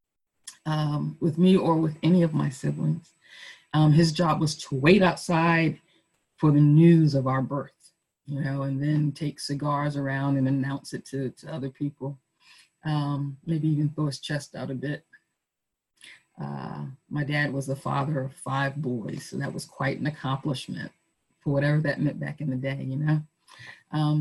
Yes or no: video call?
yes